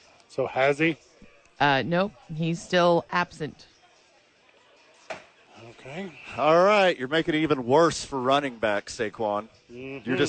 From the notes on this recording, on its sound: live from ABQ AX